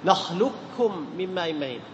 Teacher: لا ذات القاف ولا صفة القاف التي هي الاستعلاء، ما تقول نخلقكم، لا، نخلق، نخلقكم من ماء مهين، فتدغم القاف الكاف إدغاما كاملا